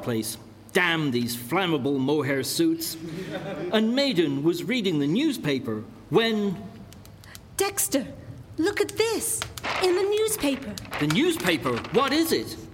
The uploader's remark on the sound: Recorded live before an audience at Colchester Arts Centre, 31 October 2021.